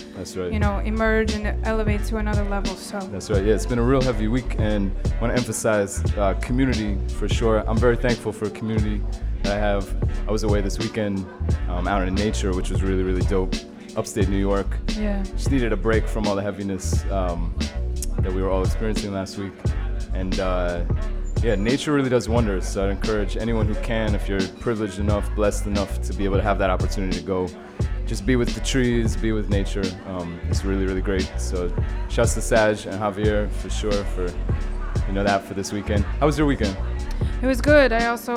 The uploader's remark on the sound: Originally broadcast live on July 11, 2016 from the storefront of The Late Late Bar on Houston Street in New York City. Special guest DJ set.